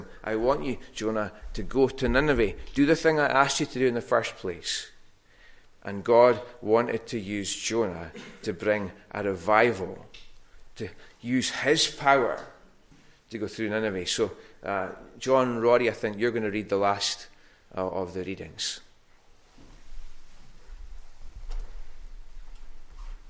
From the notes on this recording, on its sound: recorded at North Harris Free Church on the morning of Sunday 26th June 2022